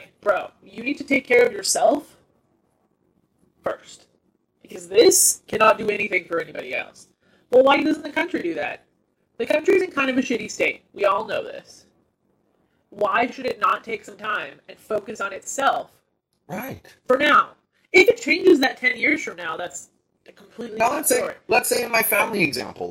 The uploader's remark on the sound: WARNING: The audio in this podcast has a slight click when we speak. We did our best to filter this out and it is much better than the raw audio. We apologize in advance for the poor sound on this episode.